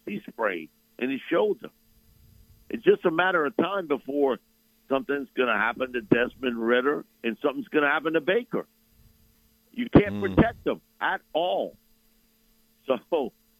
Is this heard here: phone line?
yes